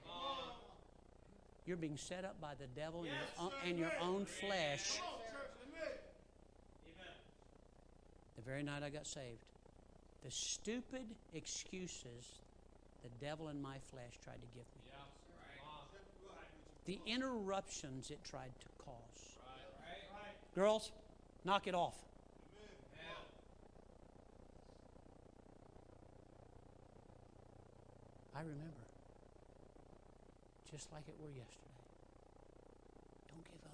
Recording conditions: large echoing room